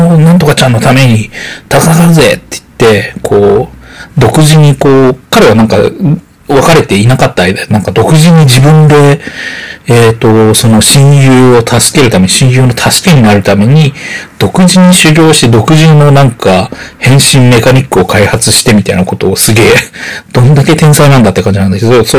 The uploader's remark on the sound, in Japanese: ベロベロの状態で録音したせいか、音質が悪いです。すみません。